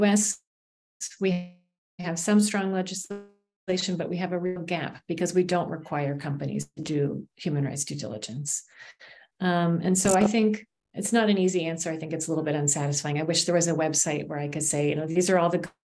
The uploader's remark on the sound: Recording from online webinar